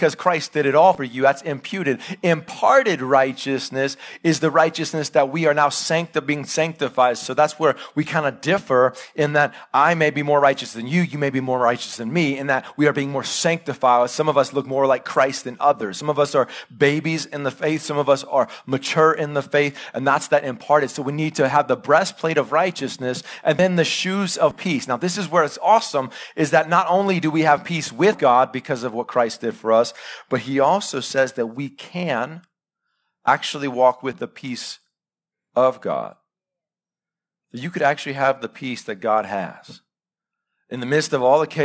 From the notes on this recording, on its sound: Live sermon recorded 26-September-2021 .